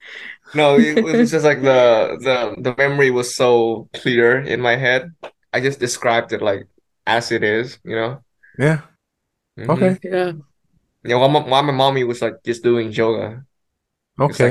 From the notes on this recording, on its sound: Zoom kept on cutting is off